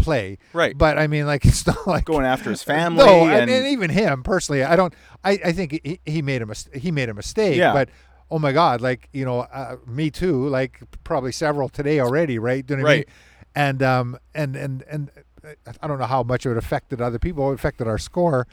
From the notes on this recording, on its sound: With a special edition recorded from Pine Ridge golf course following two straight days of teeing it up in charity tournaments.